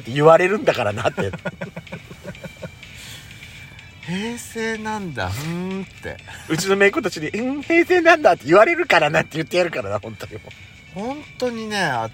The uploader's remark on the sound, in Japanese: パーキング収録。From Radiotalk。